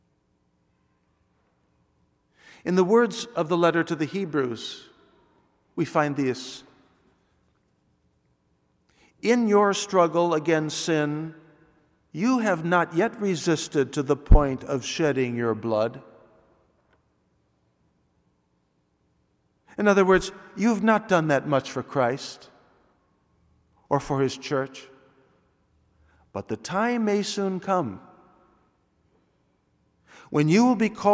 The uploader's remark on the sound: Delivered this homily on Sunday, April 10th, 2016 at the Noon Mass. This is part of a backlog of audio files now being uploaded after a recording system upgrade.